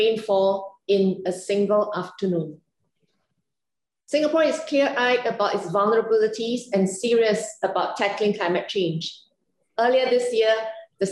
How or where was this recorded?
video call